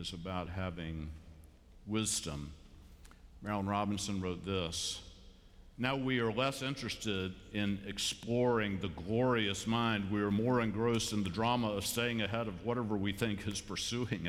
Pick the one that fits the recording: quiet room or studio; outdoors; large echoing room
large echoing room